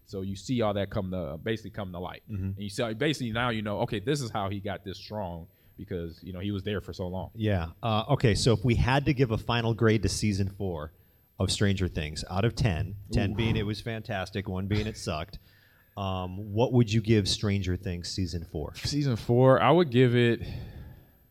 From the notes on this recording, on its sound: Live from the Fan Expo in Chicago.